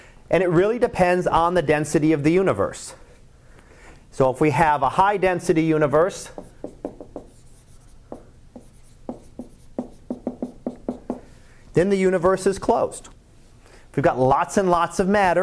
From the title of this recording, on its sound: Live Class Lecture